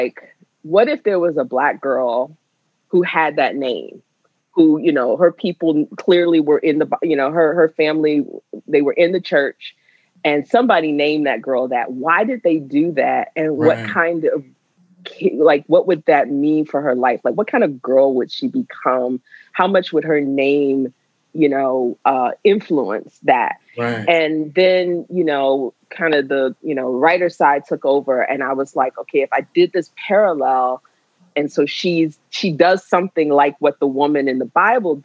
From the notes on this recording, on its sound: While engaging with an enthusiastic virtual audience